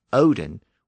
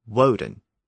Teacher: Norse tended to drop the W sound before a vowel · Shown in: first take